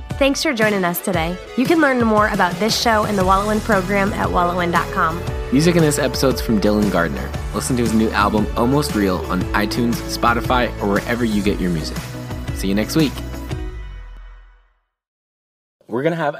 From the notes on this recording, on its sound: Yes, I Recorded This One in the Car. I couldn’t wait to go home and record in the studio, I had to record this and get it to you!